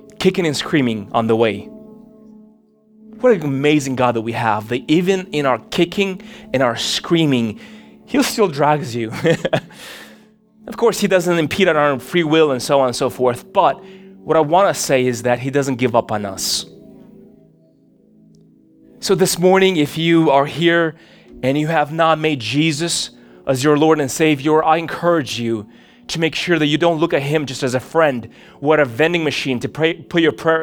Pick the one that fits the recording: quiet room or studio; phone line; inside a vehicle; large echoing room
large echoing room